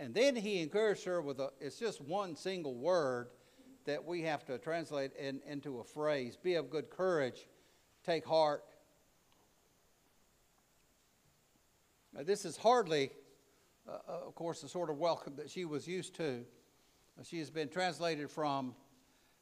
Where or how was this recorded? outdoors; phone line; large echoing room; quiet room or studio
large echoing room